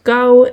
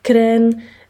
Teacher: wanneer er een voorklankje naar achteren wordt gebracht. Dus een T wordt een K. Het woordje touw wordt dan bijvoorbeeld kou en trein wordt krijn. · Term: backing